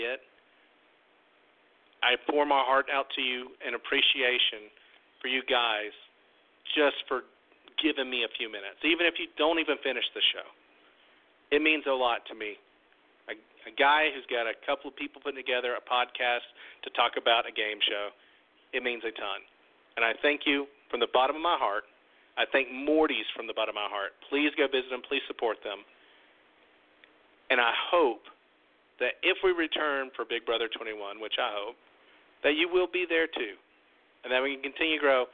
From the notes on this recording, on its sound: Tonight we open the phone lines for YOU